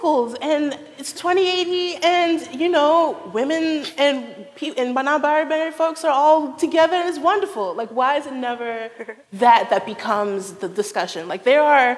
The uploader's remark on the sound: At the National Book Festival.